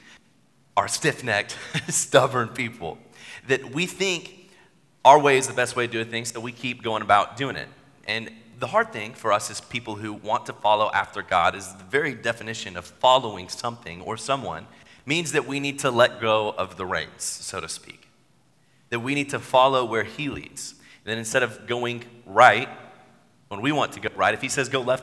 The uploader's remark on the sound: Sermon at New City Church